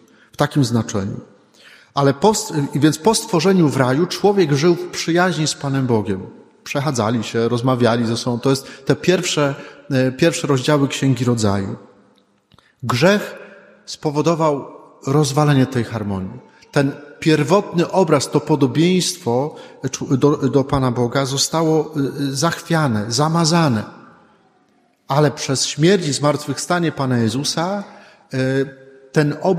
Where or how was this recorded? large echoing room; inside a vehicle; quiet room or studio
large echoing room